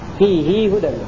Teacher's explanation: كلمة فيه ليس فيها خلاف لا إذا وصلناها فيه هدى للمتقين نقول أن فيها صلة الهاء لابن كثير